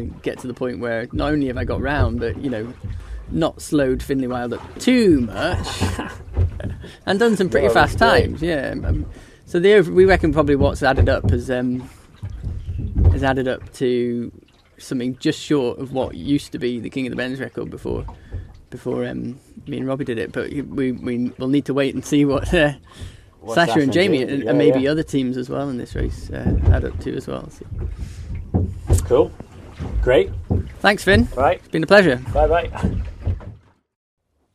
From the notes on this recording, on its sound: While racing on the boat Opportune in the 2023 Scottish Islands Peaks Race. We recorded the episode while sailing on Opportune.